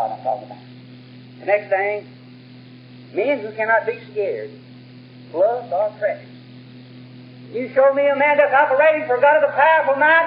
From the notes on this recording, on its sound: While old recordings and tapes are sometimes poor in quality, we are always very thankful to have these messages preserved for our day.